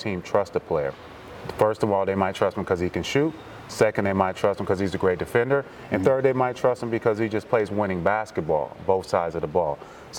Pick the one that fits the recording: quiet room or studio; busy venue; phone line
busy venue